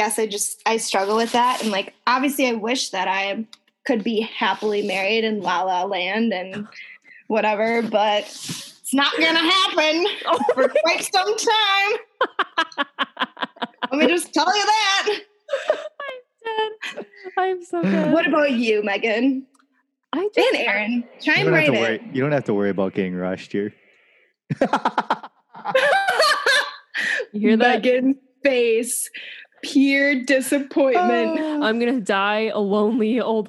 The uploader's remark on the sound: This is our first Zoom interview that we literally figured out while we were recording.